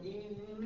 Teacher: عندك السين استفالة تنتقل منها للتاء المستفلة ثم تنتقل إلى استعلاء وإطباق الطاء